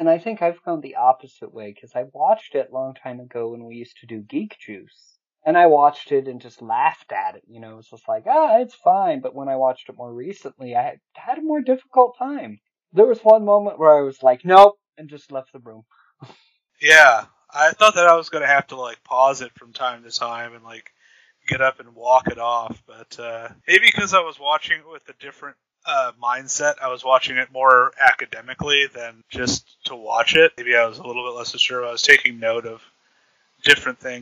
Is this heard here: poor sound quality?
yes